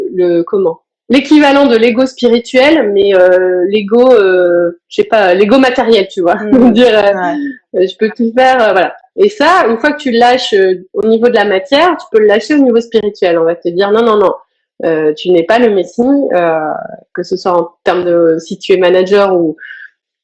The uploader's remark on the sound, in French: j’ai eu le plaisir d’échanger (en live Instagram)